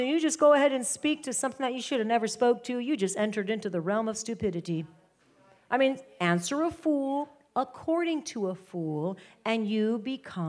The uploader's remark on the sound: live teaching from House of Glory